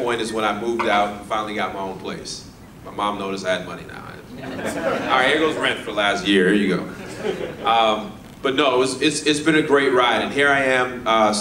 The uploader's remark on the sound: Real Estate RoundUp LIVE Keynote 2019